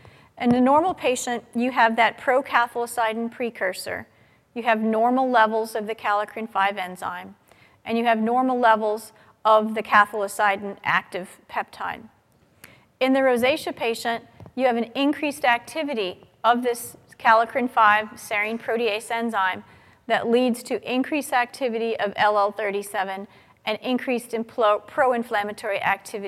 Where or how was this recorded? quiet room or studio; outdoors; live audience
live audience